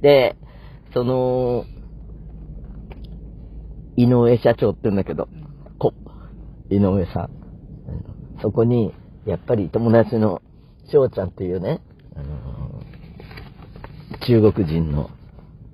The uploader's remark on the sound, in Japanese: 車の中からコニャニャチワ！だがしかし、車は走っていないようです